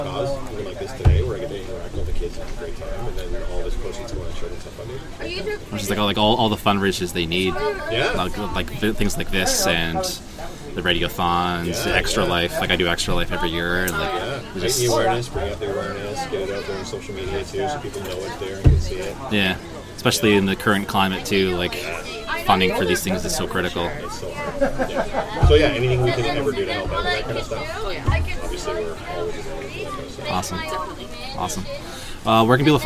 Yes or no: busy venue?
yes